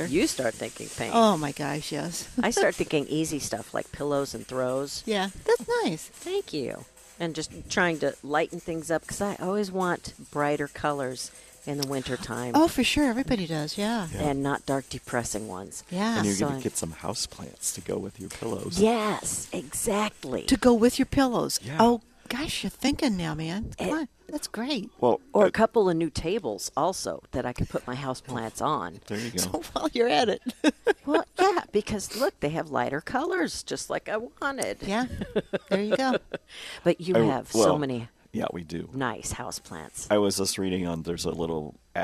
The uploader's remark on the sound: live from Prairie Gardens 12-28-19